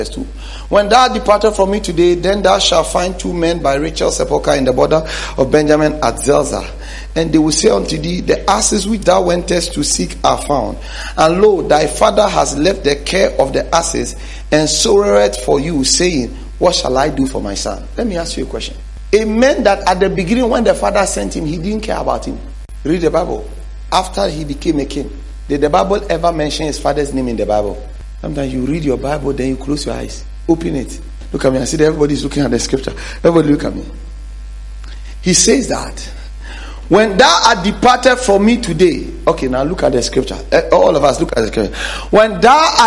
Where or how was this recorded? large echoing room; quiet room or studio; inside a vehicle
large echoing room